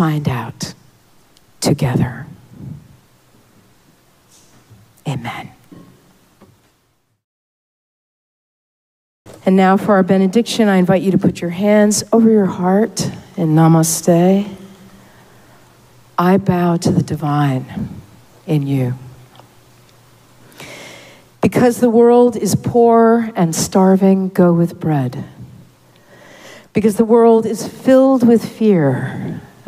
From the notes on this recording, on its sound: Recorded live at Arlington Street Church, Sunday, September 10, 2023.